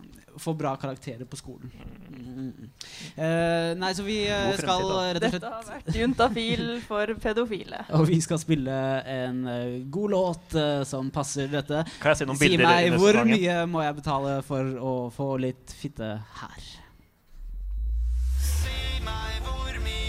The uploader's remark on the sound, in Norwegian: Live fra Universitetsplassen under UiO-festivalen